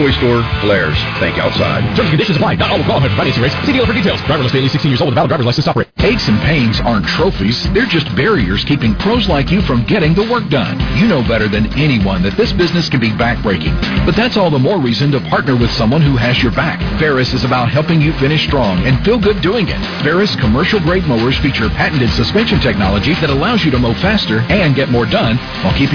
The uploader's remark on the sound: Broadcast live from Shipp Brothers Brewing in downtown Newark. The Licking County Locker Room is broadcast live from Shipp Brothers Brewing in downtown Newark.